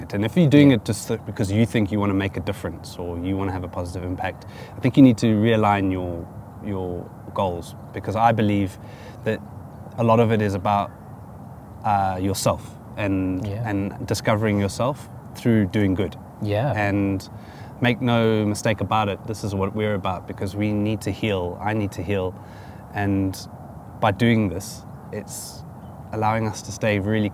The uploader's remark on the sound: Catch up in a nature reserve in Johannesburg. Recorded from the beautiful Modderfontein Reserve, nestled in the heart of Johannesburg on a chilly morning.